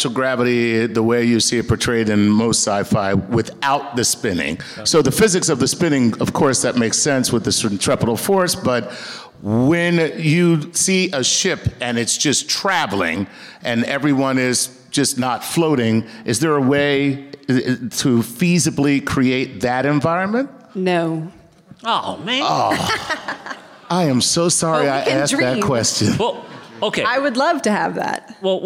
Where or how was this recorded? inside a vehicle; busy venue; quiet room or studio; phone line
busy venue